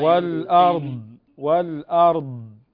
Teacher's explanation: تقف على الضاد لأن فيها صفة استطالة